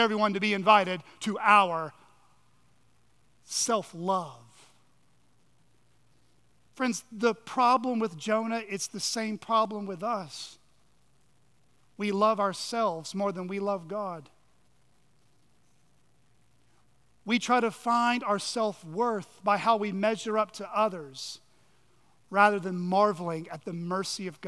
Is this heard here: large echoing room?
yes